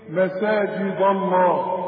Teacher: فالدال دي هتفخم منك غصب عنك، ليه؟ عشان جنبها لفظ الجلالة